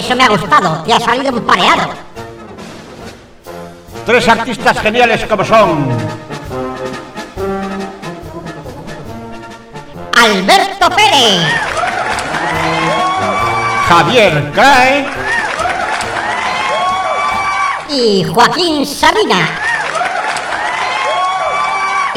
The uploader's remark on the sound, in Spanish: Grabado en directo. Por aquel entonces los tres cantautores actuaban juntos en el sótano del bar madrileño del mismo nombre, situado en la Cava Baja del barrio de La Latina en Madrid.